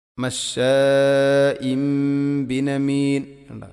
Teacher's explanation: അതിനുശേഷം തൻവീന്, തൻവീന് ശേഷം ബ. അങ്ങനെയാവുമ്പോൾ തൻവീനെ മാറ്റി മീമാക്കുന്നു. ഇഖ്ലാബ് എന്ന് പറയും.